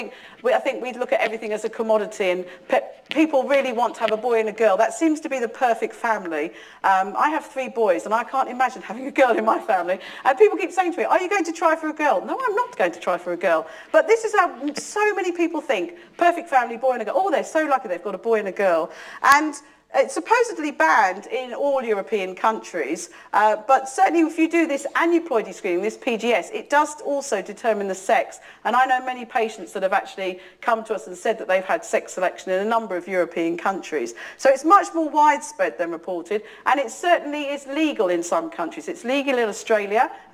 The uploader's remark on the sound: UCL Lunch Hour Lecture